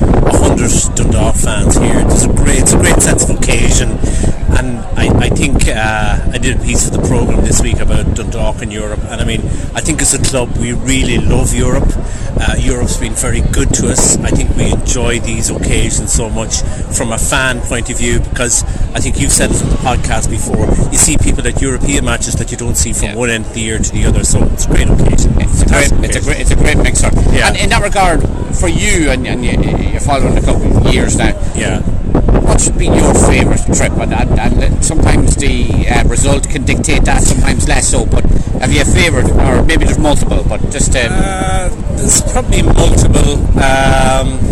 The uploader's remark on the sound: Live from La Línea on Game Day